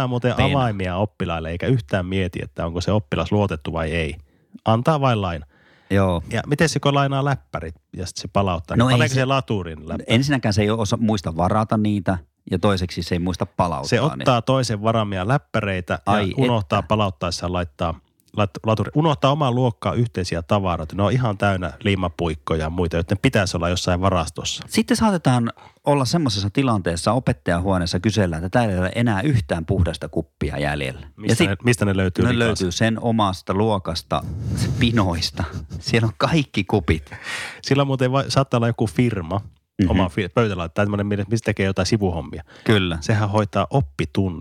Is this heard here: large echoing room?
no